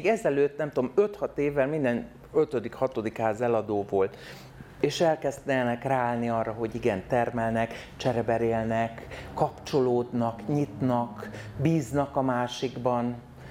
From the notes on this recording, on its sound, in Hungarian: A fantasztikus közönségnek, hogy megtöltötték a teret, az Apolló mozinak, hogy otthont adott az ÉNIDŐ - A LÉLEKTÉR LIVE beszélgetésnek.